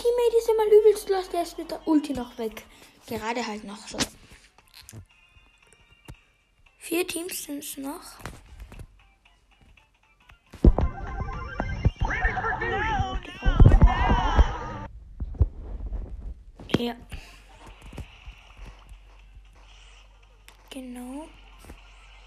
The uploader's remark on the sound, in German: Sorry für die schlechte Audio Qualität